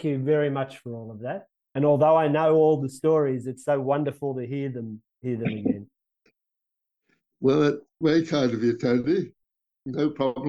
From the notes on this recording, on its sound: over an international Zoom call